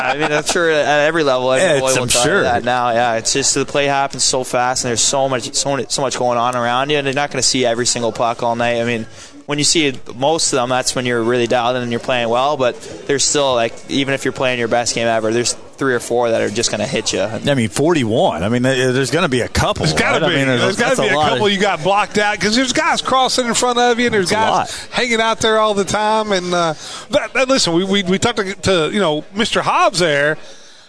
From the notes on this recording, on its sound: Live from BJ's Brewhouse in Evansville for Thunderbolts Live.